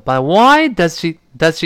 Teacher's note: Does，我们听的时候呢，就特别轻了